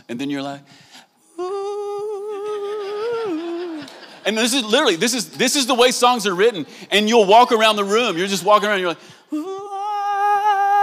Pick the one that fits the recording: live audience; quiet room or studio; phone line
live audience